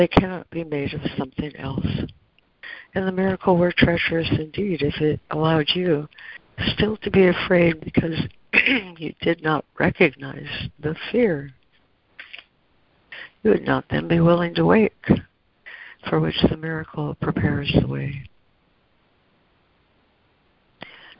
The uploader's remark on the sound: ACIM Daily Conference Call